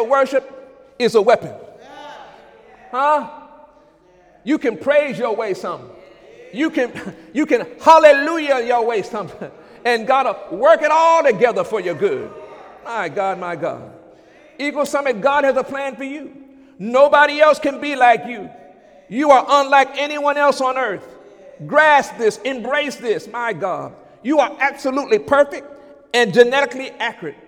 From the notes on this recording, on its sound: During Sunday morning service on February 26, 2017